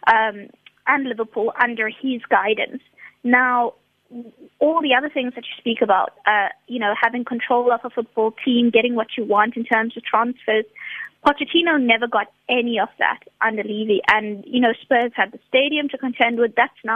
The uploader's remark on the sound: We are joined on the line